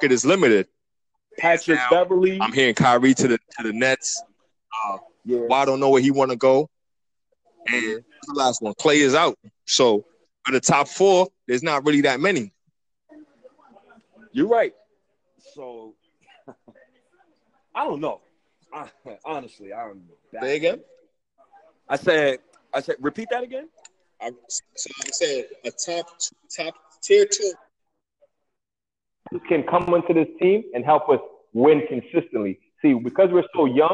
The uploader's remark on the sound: Calls me while I’m at work during the NbA draft.